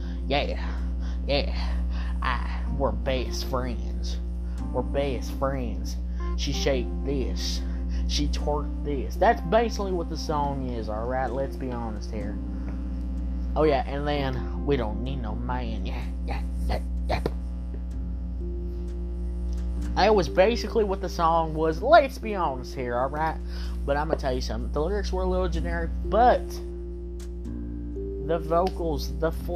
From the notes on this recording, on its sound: Sorry for the Buzz sound in the background!